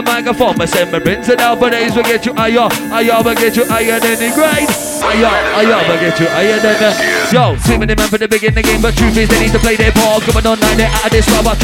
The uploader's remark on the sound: Recorded live Rough Tempo - 30 Jan 2018